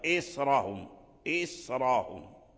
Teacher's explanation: رققنا الراء فاللسان يصعب عليه أن ينتقل من التفخيم إلى الترقيق، فبما أن الصاد مفخم فالراء كذلك مفخم، لماذا؟ ليجري اللسان على طريقة واحدة، يبقى اللسان على مرتبة